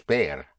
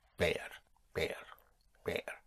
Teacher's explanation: you pronounce the V with your lips, and sometimes it's a soft B, so it may sound like a V, but pronounced with your lips.